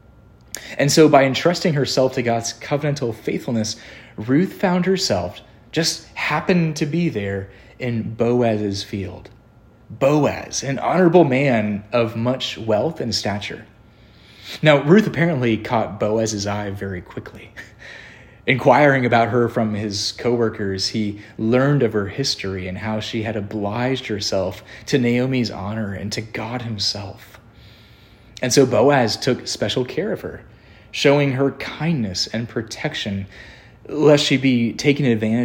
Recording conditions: large echoing room